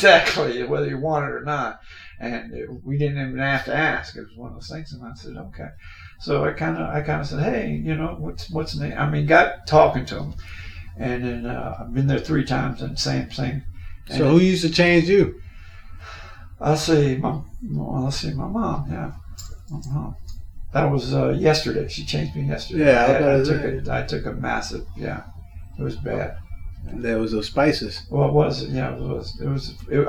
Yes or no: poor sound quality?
yes